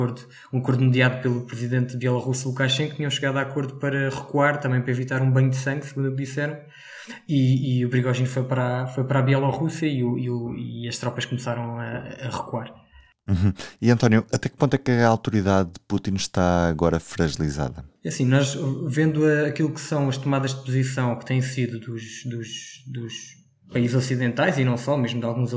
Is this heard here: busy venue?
no